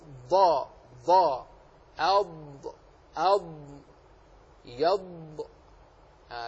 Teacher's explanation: الضاد من حافة اللسان مع الأضراس من أيسر أو يمناها، فالنطق الصحيح أن يكون من حافة اللسان مع الأضراس